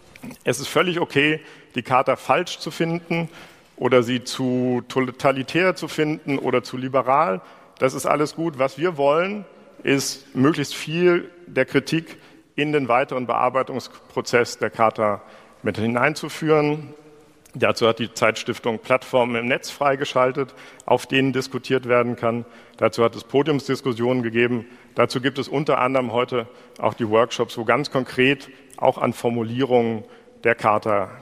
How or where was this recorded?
live audience